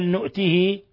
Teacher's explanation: ولاحظ لما نصل نؤته كيف أننا نصل هاء الكناية، وهذا يسمى صلة صغرى